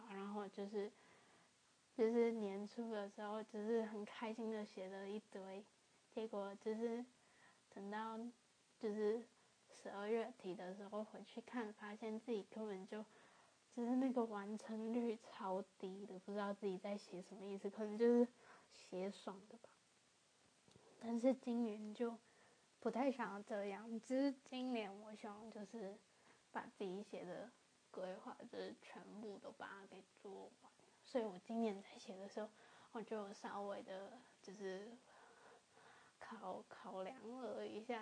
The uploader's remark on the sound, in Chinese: 有小雜音請見諒！